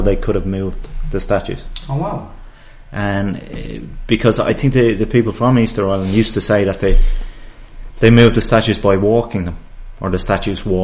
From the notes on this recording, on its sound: Three Irish guys in Sweden chatting lot's about nothing. SORRY FOR THE BAD AUDIO BUT WE ARE JUST GETTING ACCUSTOMED TO NEW EQUIPMENT.